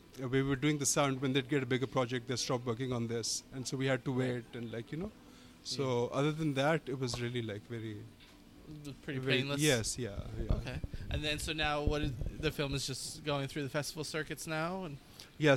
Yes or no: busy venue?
yes